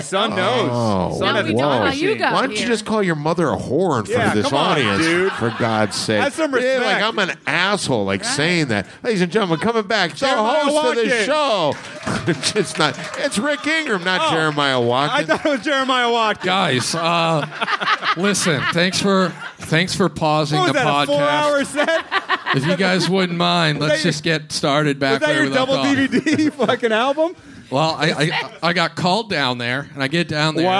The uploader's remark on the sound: LIVE FROM THE COMEDY STORE